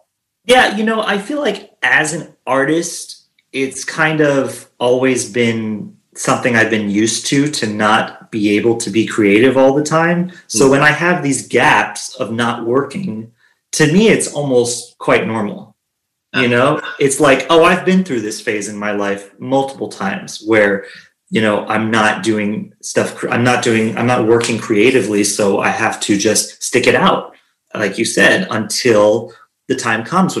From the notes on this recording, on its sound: On zoom